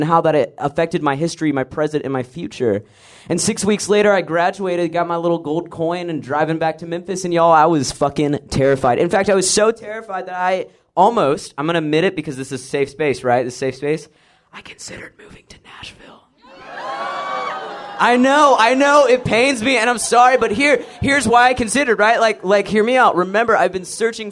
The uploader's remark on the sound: Grand Slam 2017 part 1 recording at Amurica in Memphis. TN!